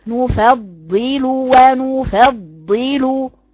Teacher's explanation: لا هي مش كده ابدا، هي الرخاوة مش كده ابدا، هي نفضل نفضل طويلة، ونلزقها بعد كده في اللام عشان تبقى في اتصال بين حرف الضاد وحرف اللام، اي كلمة واحدة بدون سكت بينهما، مع اعطاء حرف الضاد المشدد حرفين، حرف ضاد ساكن وحرف ضاد مكسور